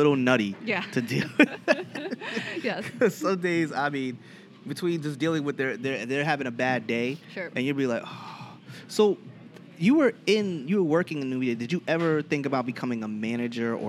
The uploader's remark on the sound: I met up with her at a starkbucks in the middle of Manhattan a few weeks back to record this podcast. The orginial place where we were going to record this podcast was closed and we had to think on the fly as to where we could record this episode.